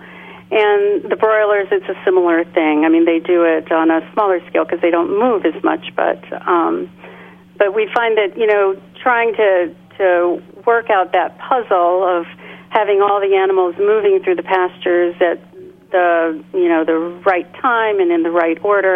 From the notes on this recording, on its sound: Joins the show via phone.